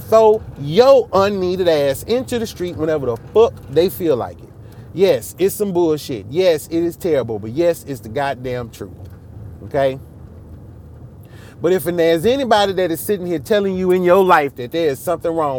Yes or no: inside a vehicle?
yes